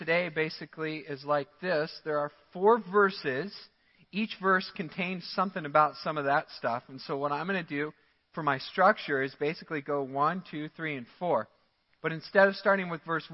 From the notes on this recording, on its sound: Midland Evangelical Free Church Sermon Audio